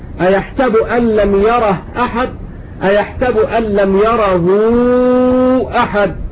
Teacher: ويمد أربع حركات لأن مذهب هشام له في المنفصل القصر والتوسط · Term: المد